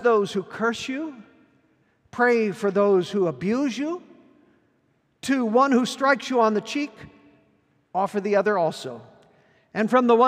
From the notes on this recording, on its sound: Recorded at our Sunday gathering on September 03, 2023 in Port Orchard WA.